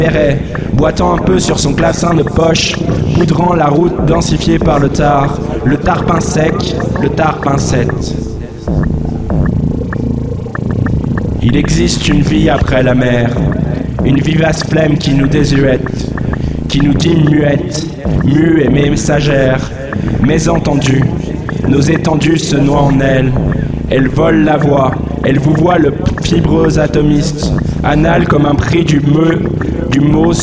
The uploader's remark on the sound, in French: Lecture faite à Grenoble au 102 rue d’Alembert un ancien squat devenu un repaire de hipster.